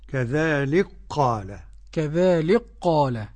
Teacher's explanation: قرأ السوسي بإدغام الكاف في القاف